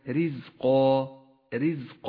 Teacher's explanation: الراء المرققة في كلمة رزق رزق، الراء في هذه الكلمة مرققة لأنها مكسورة، وحرف الزاي الذي بعدها يحتاج إلى صفة الصفير، وأما القاف فهو حرف استعلاء مفخم، هكذا رزق رزقا لكم.